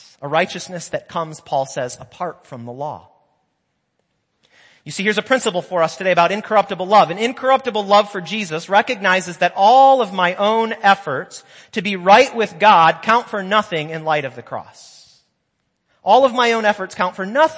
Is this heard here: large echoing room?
yes